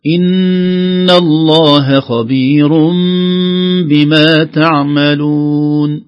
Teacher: هذه ميم الإقلاب، يعني التنوين، نون التنوين انقلبت إلى ميم. أعطيها نفس زمن الغنة.